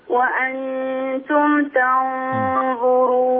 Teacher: انتبهي إلى ترقيق التاء في تنظرون